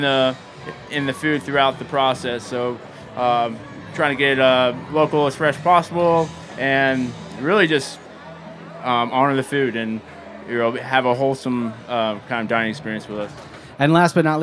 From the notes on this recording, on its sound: Over the Springer Mountain Farms campfire at Charleston Wine + Food.